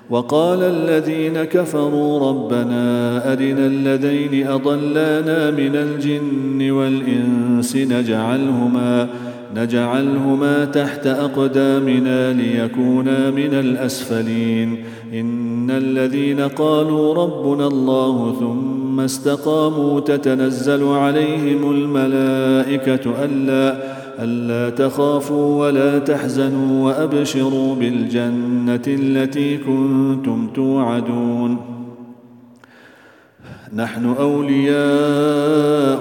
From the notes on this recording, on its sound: at the Houghton Masjid (West Street)